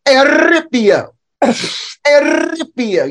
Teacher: The R is always rolled.